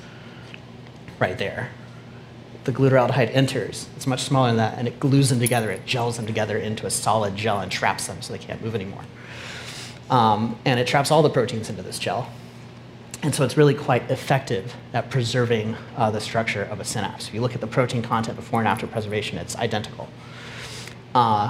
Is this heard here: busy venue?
yes